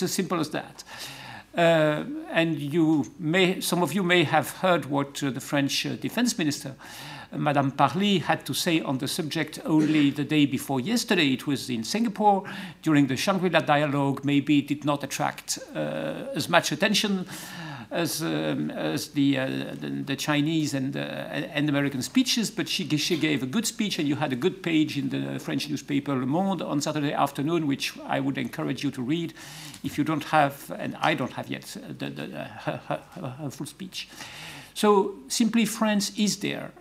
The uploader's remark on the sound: A public debate organized as part of the "New Strategic Issues in the Indo-Pacific Region" conference